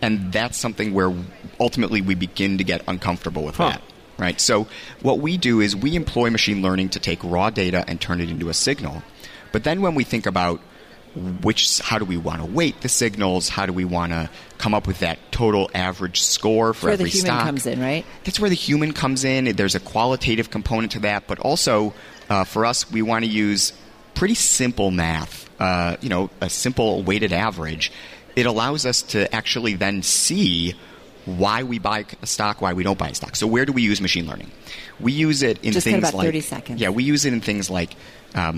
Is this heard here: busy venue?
yes